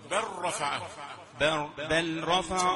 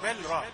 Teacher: اللام بتدغم في الراء محطوطة عندك شدة فتحة · Shown in: first take · Term: إدغام